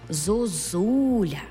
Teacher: наша «о» буде наближеною до «у». Бо наступний склад є наголошеним складом з «у»